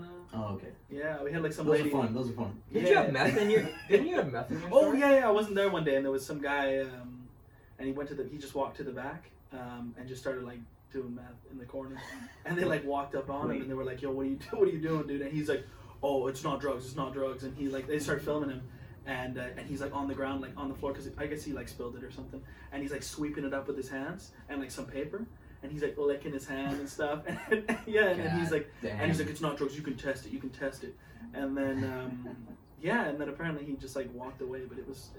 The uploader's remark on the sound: This episode is also known as the technical difficulties episode, our mic audio got deleted and the camera kept dropping.